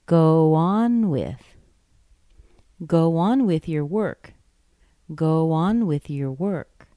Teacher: on gets stressed, the second word, because go on is the phrasal verb. With is a preposition.